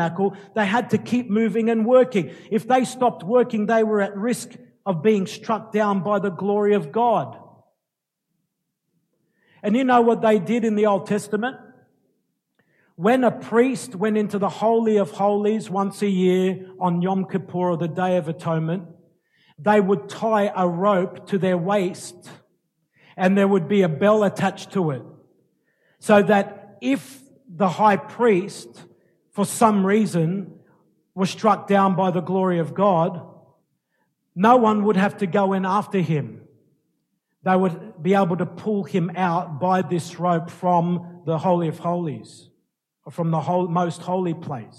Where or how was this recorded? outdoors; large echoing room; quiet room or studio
large echoing room